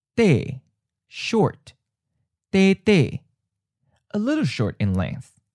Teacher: the original tone is the second tone, high falling, and the changed tone is first tone, high flat